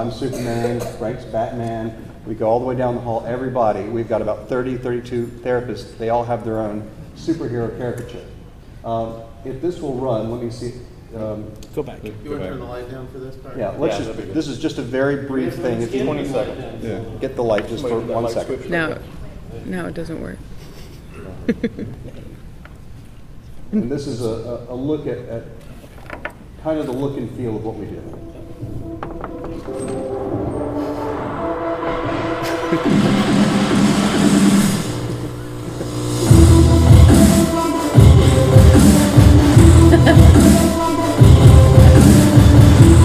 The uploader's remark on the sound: Geek Therapy at SDCC 2013